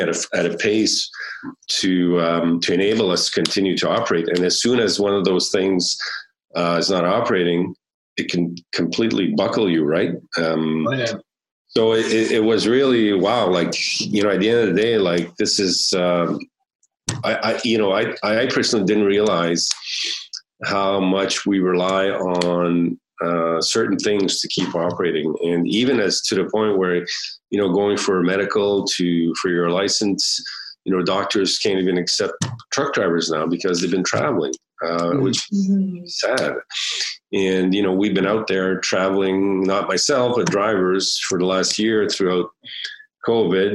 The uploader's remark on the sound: Via Zoom for a conversation.